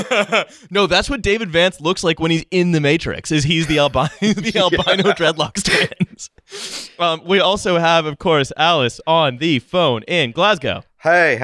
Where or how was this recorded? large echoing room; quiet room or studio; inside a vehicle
quiet room or studio